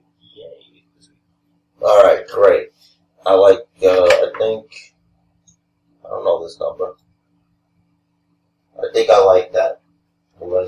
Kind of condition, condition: fault, poor sound quality